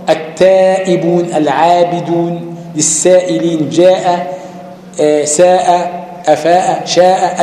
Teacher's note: دي كلها حروف استفال مرققة ترقق الألف بعدها